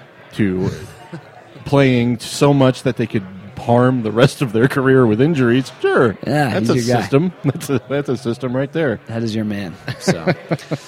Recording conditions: busy venue